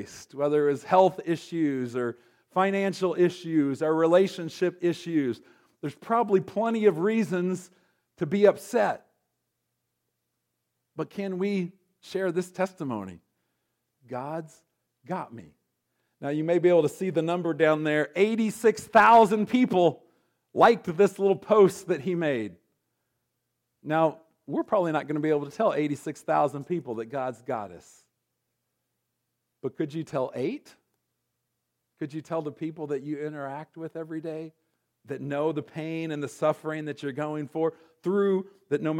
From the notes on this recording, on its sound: recorded on January 13, 2024, at Ringgold Seventh-day Adventist Church.